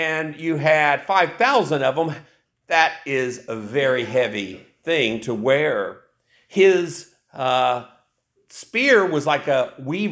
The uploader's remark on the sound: This message was preached November 26, 2023, AD at Hickory Valley Baptist Church.